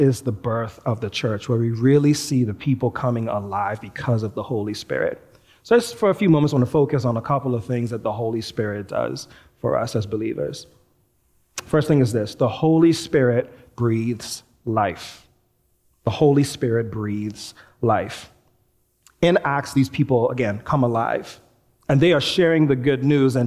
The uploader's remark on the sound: Recorded live at New Providence Community Church